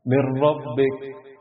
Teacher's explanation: هنحول النون لراء، وهنا هننطق اتنين راء من غير اي غنة ومن غير اي زيادة ولا تكلف · Term: الإدغام بدون غنة